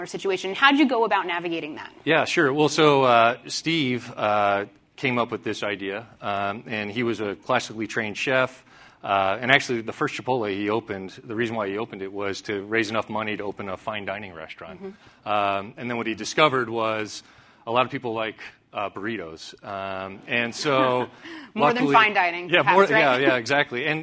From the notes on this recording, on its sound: At CNBC’s “Evolve” conference